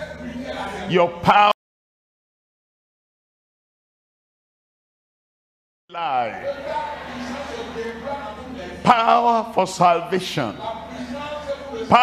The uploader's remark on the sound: live from Lomé, Togo.